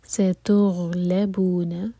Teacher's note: غین ساکن پر تھوڑا سا ٹائم دیں تاکہ قلقلہ نہ ہو، اور ساکن کے بعد لام پر زور دیں گے